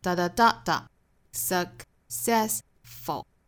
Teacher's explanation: successful 它的重读音节是在 se，所以读的时候也要注意节奏。